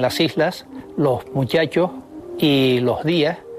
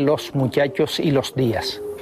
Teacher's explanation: aspiran los canarios la S que aparece a final de sílaba · Shown in: first take · Así se dicen las islas, los muchachos y los días, en lugar de los muchachos y los días. · Term: aspiración